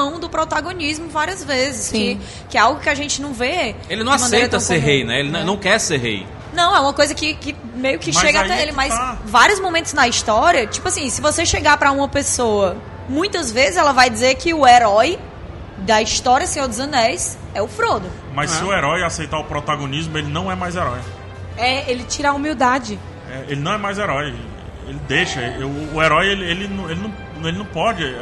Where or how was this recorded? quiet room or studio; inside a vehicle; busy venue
busy venue